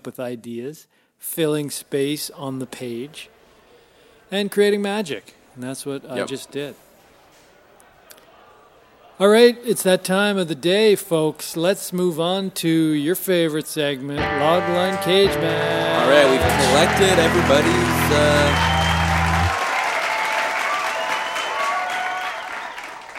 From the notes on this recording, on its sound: Press Releases (Live). Thanks to all who came out and actively participated in the recording through the many questions and positive feedback you gave us when the microphones were not recording. Took loglines from the audience for a live, spontaneous and exciting Logline Cage Match session.